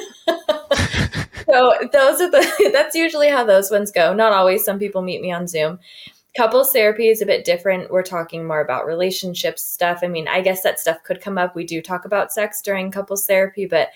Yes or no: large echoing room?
no